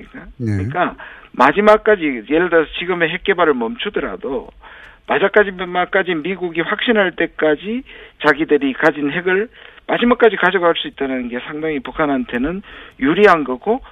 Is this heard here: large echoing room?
no